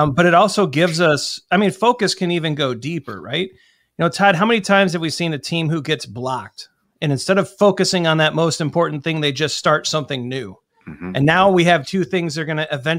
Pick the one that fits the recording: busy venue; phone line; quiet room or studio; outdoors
quiet room or studio